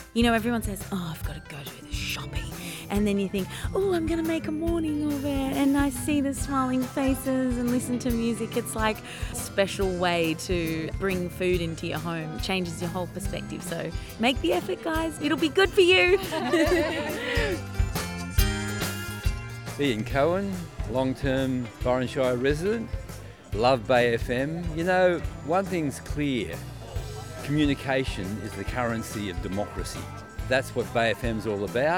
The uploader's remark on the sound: Wander through the farmers markets of the Shire recording our communities love for these iconic gathering spots. Byron Farmers Market.